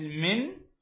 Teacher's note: طرف اللسان مع ما يحاذيه من لثة الأسنان العليا تخرج منه النون سواء كانت ساكنة أو متحركة. النون الساكنة مثل من، أو المتحركة النار، هاي مشددة فيها حرف متحرك.